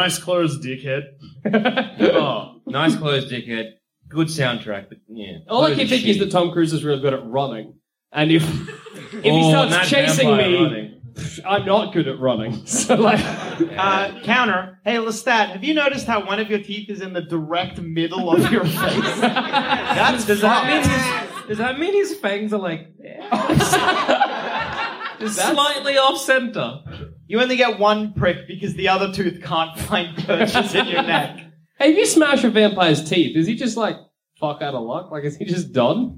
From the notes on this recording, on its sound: Part of our 2017 UK Tour. Recorded at the Soho in London.